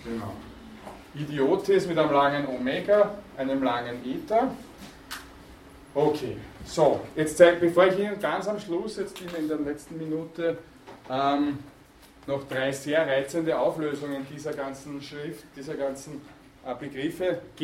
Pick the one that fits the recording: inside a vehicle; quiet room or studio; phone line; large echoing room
large echoing room